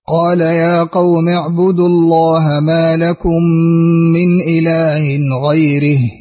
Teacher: الآن نعطف الكسائي بخفض راء غيره لأنه أقرب إلى رأس الآية